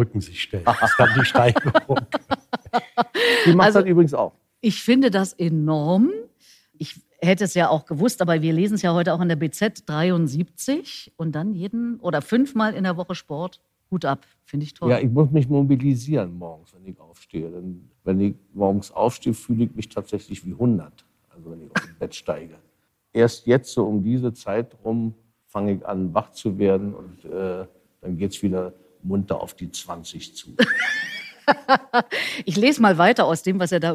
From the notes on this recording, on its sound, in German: LIVE-Podcast im Kulturhaus „Peter Edel“ in Berlin-Weißensee